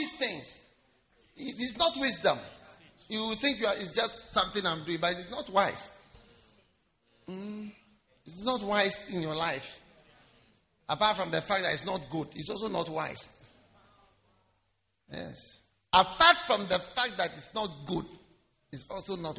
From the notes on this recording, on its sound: Preached at the Wisdom Impartation Service.